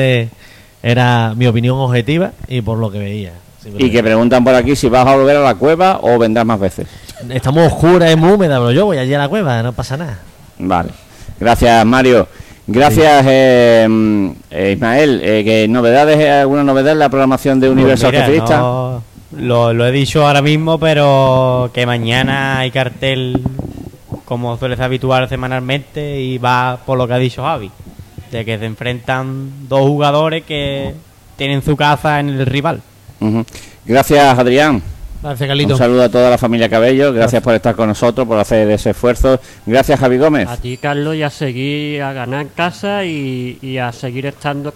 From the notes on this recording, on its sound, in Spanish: Programa debate sobre la actualidad del Algeciras emitido en directo desde Casa Borrás, detrás de La Palma.